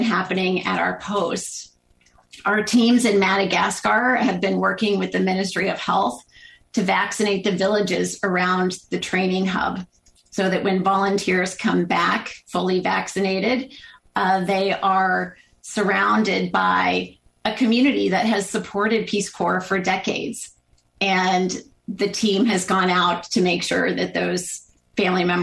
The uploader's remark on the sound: This program was recorded via video conference on December 2nd, 2021 by the Commonwealth Club of California.